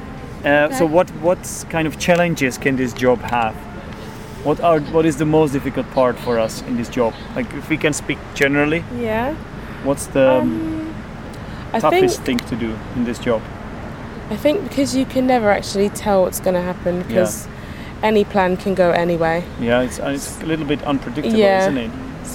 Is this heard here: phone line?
no